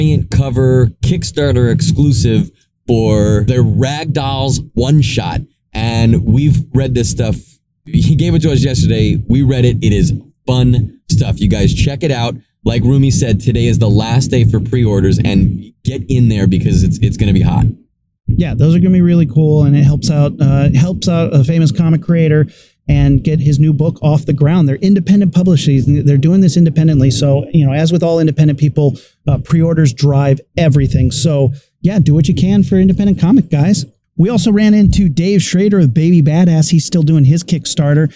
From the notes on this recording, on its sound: This episode was recorded in the car on the way back from Wondercon so deal.